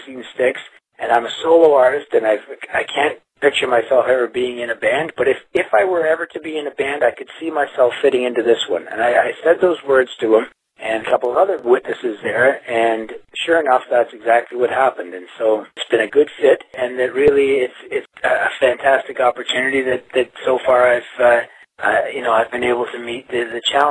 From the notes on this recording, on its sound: took some time from the road to call in to Concert Blast